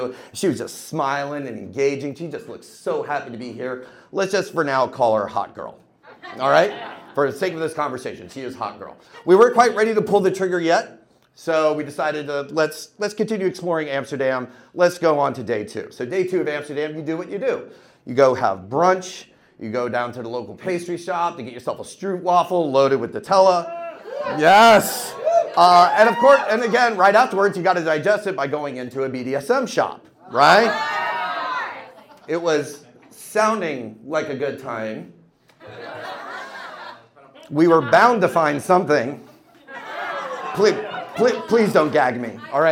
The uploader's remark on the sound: Goes south is a live storytelling event out of Charlotte, NC. This podcast combines audio recordings from these live events to share with you! Goes south live events take place on the 3rd Tuesday of the month at Petra's in Historic Plaza-Midwood, Charlotte, NC.